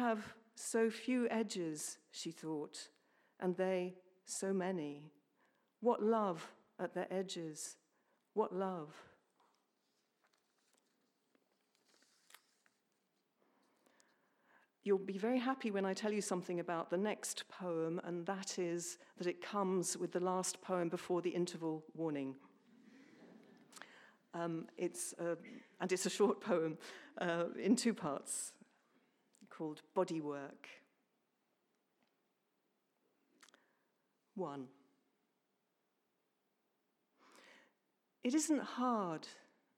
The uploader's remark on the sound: A live recording of the National Poetry Competition 40th Anniversary Readings at Kings Place, held on 20th March 2019